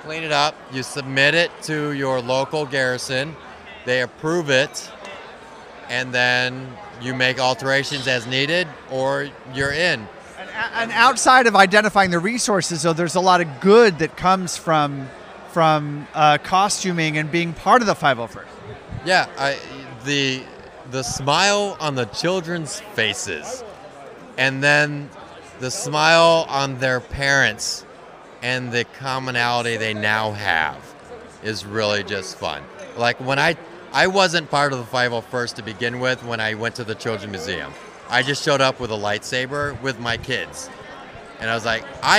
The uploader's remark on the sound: spent the evening in the bar at the lovely Anaheim Hilton following day one of STAR WARS CELEBRATION 2022 interviewing Star Wars fans from around the world